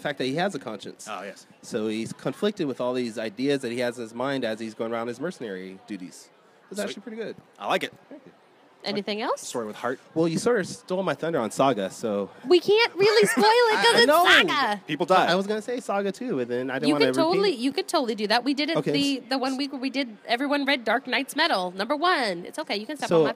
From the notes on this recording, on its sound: LIVE from Crocker Con 2017. Go live from Crocker art museum in Sacramento, CA for Crocker Con 2017.